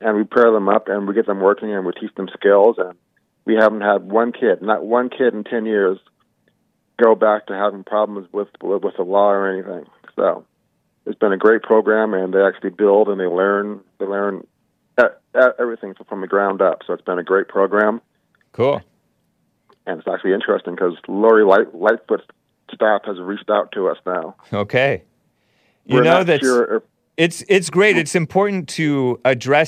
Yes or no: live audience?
no